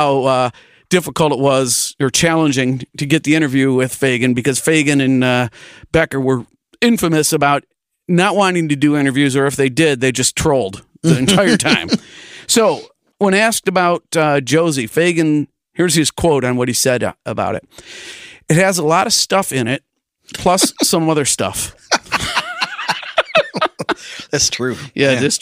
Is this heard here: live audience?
no